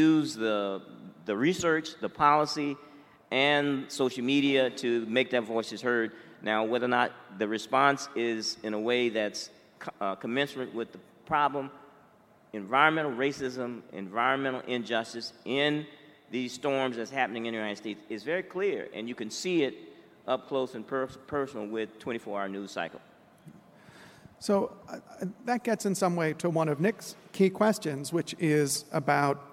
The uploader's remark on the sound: from the 'Environmental Justice 2017' Conference, held at the University of Sydney